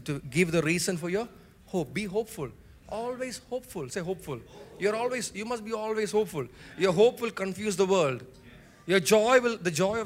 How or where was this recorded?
large echoing room